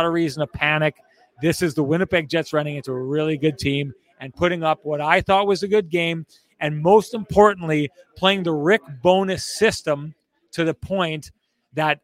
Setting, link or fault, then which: setting, busy venue